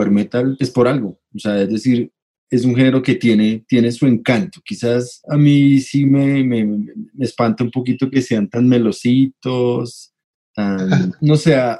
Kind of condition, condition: link, video call